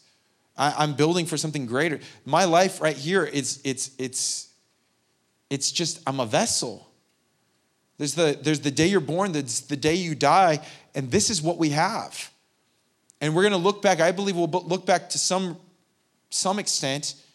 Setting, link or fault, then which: setting, large echoing room